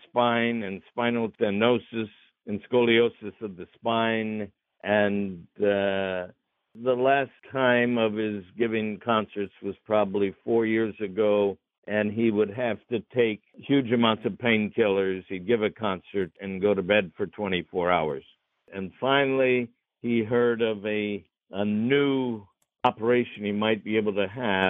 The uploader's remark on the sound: Spoke by phone.